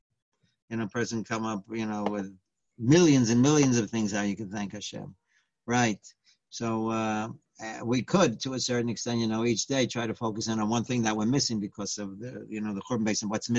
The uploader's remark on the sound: Live On Zoom.